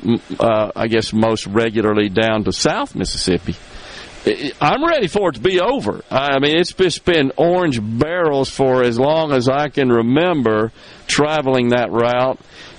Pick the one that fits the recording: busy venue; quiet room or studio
busy venue